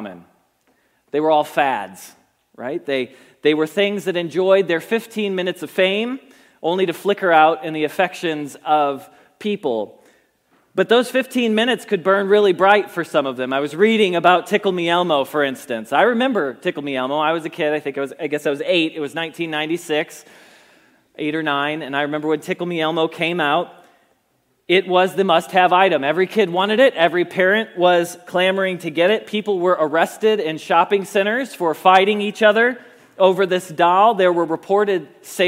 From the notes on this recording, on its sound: Message Preached at Valley Creek Church